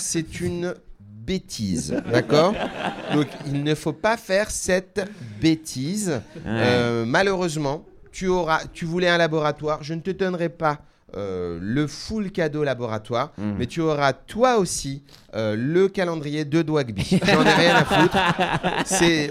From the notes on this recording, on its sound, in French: Le tout enregistré en public au Charlie et sa bière à deux balles.